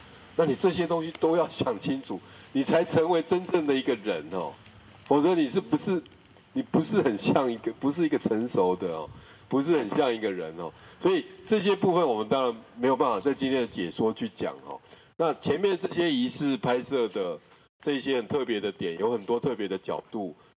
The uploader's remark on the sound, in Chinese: 大隆田展區」現場導覽